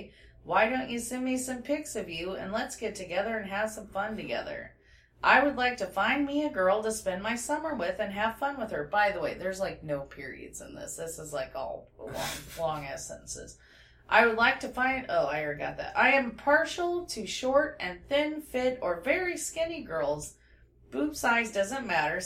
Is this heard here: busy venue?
no